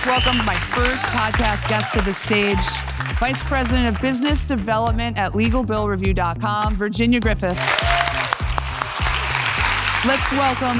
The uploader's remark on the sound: Today's episode comes at you LIVE from the CLOC Global Institute (CGI) main stage. Today's episode comes at you LIVE from the CLOC Global Institute (CGI) main stage.